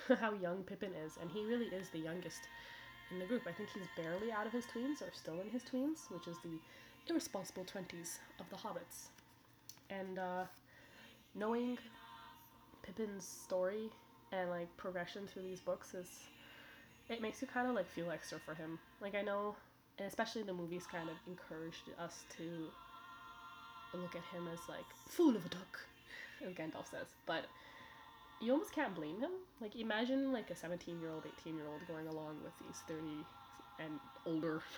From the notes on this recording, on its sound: (Apologies for the audio volume, I'm still figuring it all out).